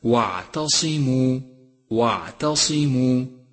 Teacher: انتبه إلى ترقيق التاء وتفخيم الصاد